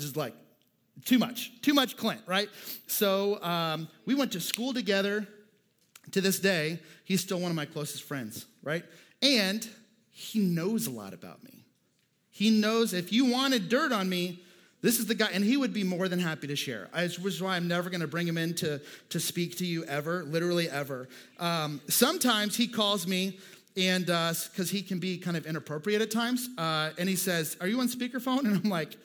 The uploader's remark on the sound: Houston's First Baptist Church - Sienna Campus (Missouri City, TX)